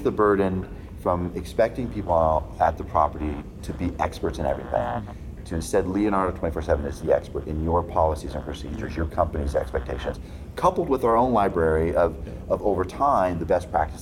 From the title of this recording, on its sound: LIVE at Optech